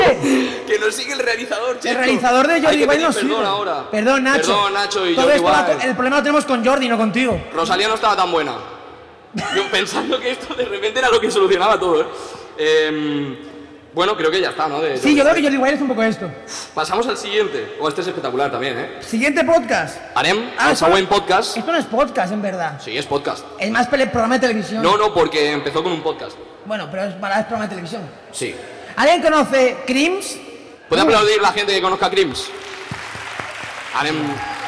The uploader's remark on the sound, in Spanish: Finales de julio tuvimos la oportunidad de cerrar la temporada en directo dentro del 'Propera Parada: Summer Fest'.